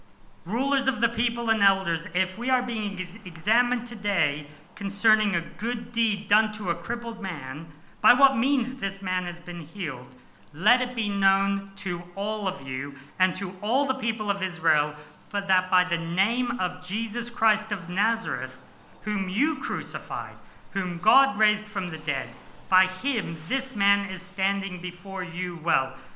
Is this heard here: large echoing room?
yes